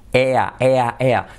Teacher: Primero, con el sonido de esta vocal que es la A, pero que se hace como con E